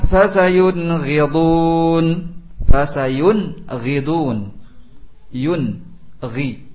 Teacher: dibaca dengan jelas karena di hadapannya ghain